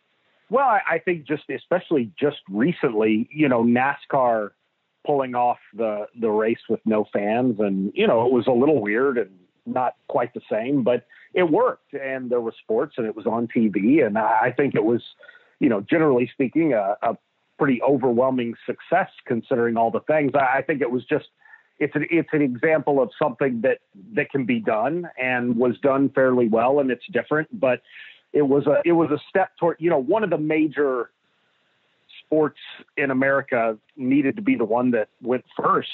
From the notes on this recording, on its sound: on the Modern Woodmen phone line